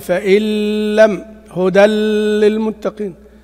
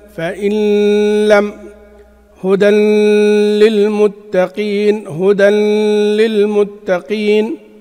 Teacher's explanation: إدغام النون الساكنة والتنوين بغنة في اللام · Shown in: second take · والراء. معروف أن الإدغام في اللام والراء في الشاطبية بغير غنة إجماعا، لكن ورد عن بعض أهل الأداء عن عدد من القراء إدغام النون الساكنة والتنوين بغنة في اللام نحو فإن لم هدى للمتقين هدى للمتقين. · Term: الغنة